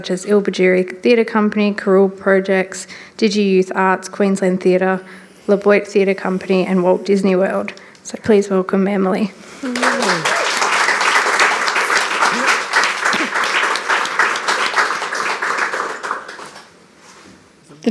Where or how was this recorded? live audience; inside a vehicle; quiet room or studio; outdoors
live audience